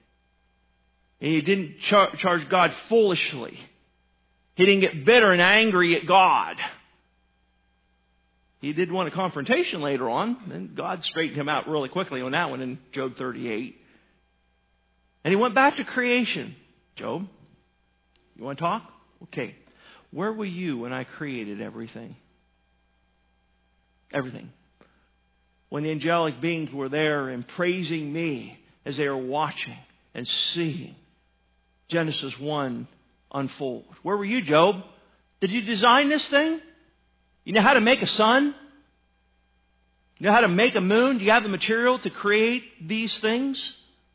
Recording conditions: large echoing room